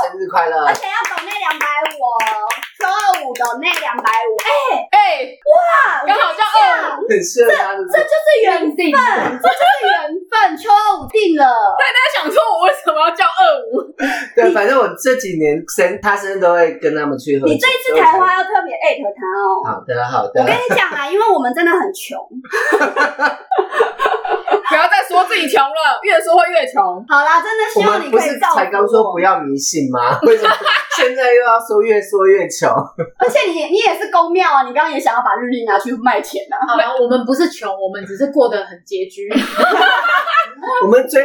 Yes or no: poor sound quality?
yes